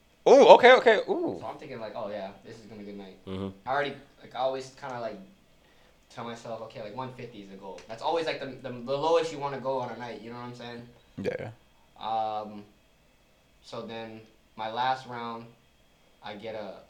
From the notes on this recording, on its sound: we had some technical difficulties with the mics but we wanted to get the episode out regardless